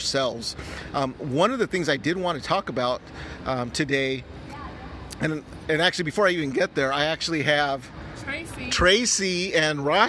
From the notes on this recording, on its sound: Live from Opryland Resort and Convention Center in Nashville.